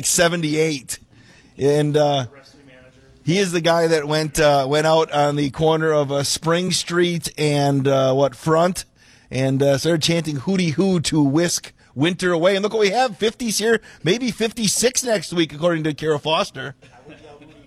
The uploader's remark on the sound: Live from Marshfield Medical Center Beaver Dam